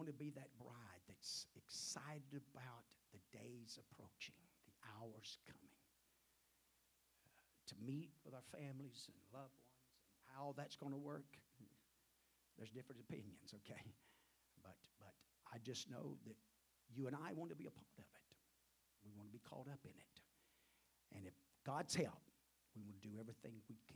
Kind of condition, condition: setting, large echoing room